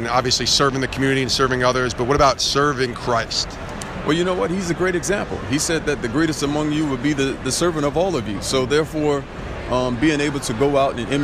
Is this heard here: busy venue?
yes